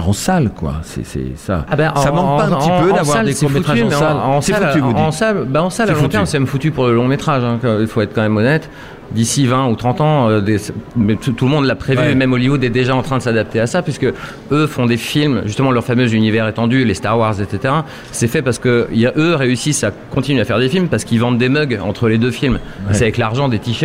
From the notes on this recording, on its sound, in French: Émission spéciale Fête du Court Métrage en direct du Carreau du Temple à Paris. Réaliser en direct durant 3 jours un court métrage sur les lieux même de la fête !